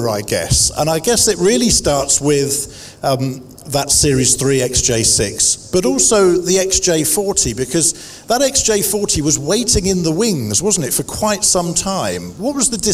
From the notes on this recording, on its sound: LIVE at the Summer Jaguar Festival. In front of a live audience.